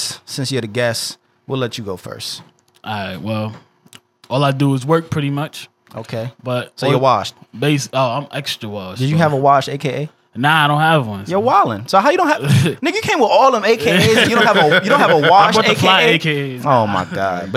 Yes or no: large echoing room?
no